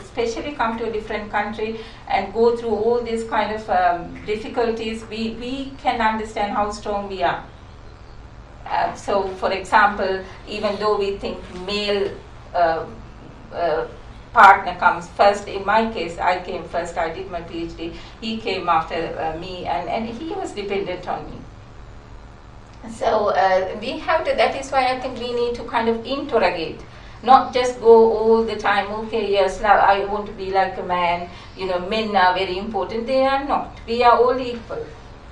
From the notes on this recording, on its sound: speaks at SRHE International Research and Researchers Network Event